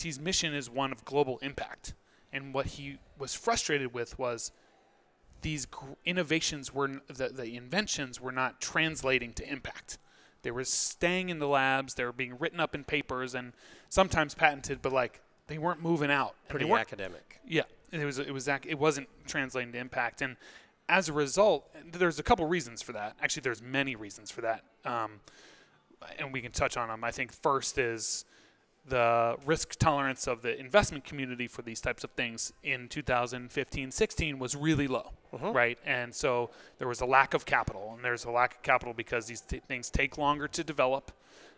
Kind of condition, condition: setting, busy venue